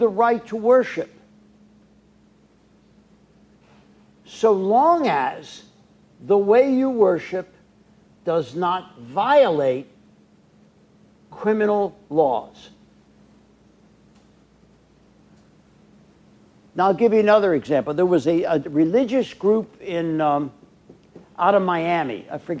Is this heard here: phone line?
no